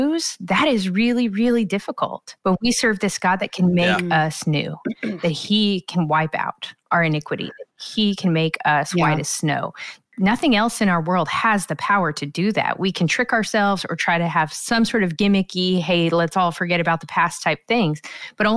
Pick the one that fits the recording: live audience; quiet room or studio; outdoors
quiet room or studio